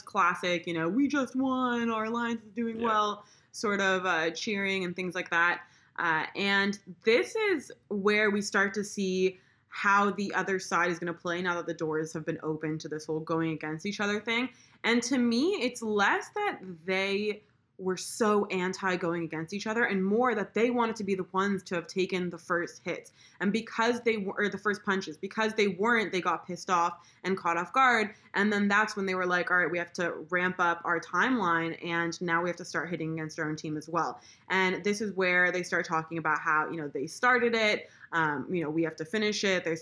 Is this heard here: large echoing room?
no